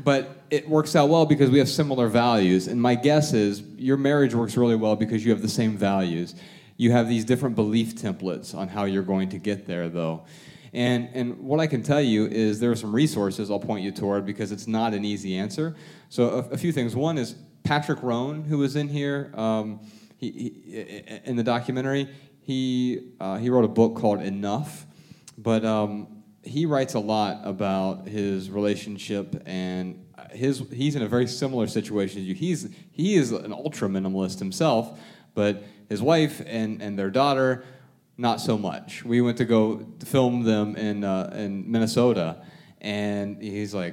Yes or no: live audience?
yes